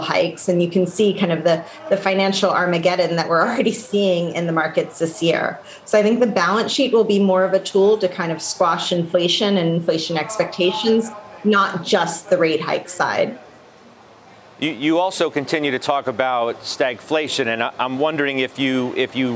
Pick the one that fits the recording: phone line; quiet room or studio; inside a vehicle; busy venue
busy venue